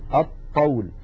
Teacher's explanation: يحولون اللام إلى طاء فيصير عندي طاءان، طاء ساكنة وطاء متحركة أي متماثلان، والأول ساكن فيدغمون الطاء الأولى في الثانية فيقولون الطول. · Term: اللام الشمسية